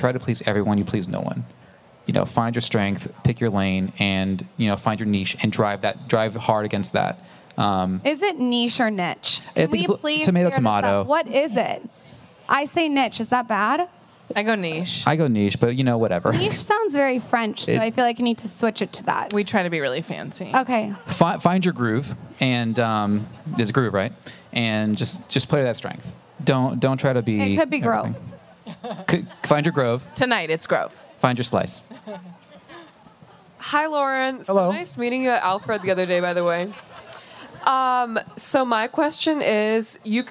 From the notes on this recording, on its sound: we pull audio from our live event at The Grove in LA